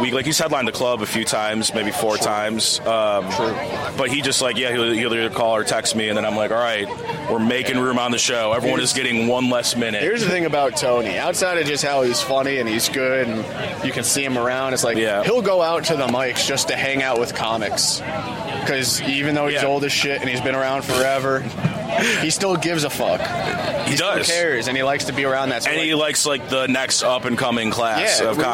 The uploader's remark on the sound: This episode was recorded October 28th, 2023 at the farmers market in Fell's Point.